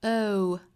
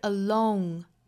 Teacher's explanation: 英音的话会从一个 schwa sound 去过渡 o 再去加鼻音 · Shown in: first take